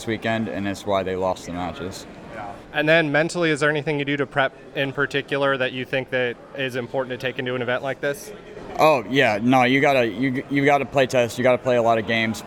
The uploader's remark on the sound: Live from Water Tower 2023!